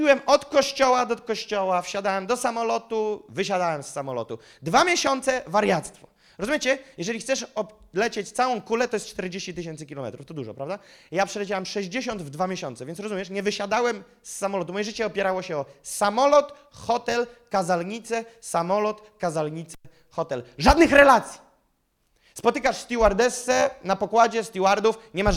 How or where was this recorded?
live audience